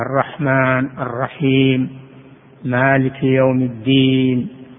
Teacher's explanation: ويمد عند حروف المد فيمد الرحمن ويمد الرحيم · Term: مد حرفي